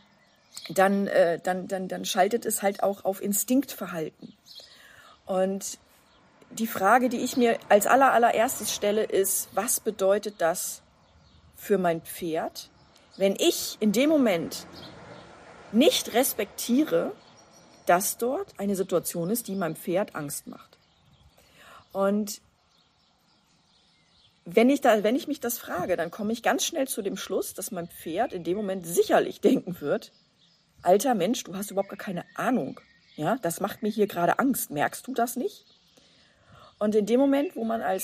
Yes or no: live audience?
no